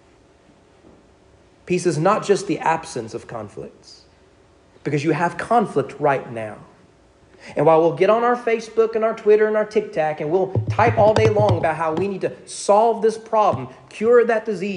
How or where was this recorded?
large echoing room